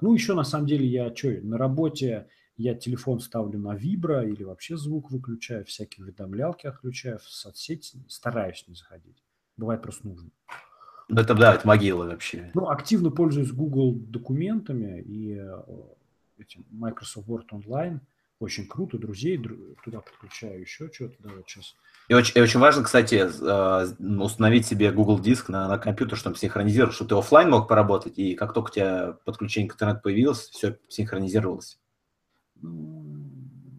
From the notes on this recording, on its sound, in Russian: ЗАПИСЬ ОНЛАЙН-ЭФИРА. Но пока проблемы со звуком настолько напряжные, что вернемся к традиционному виду вещания.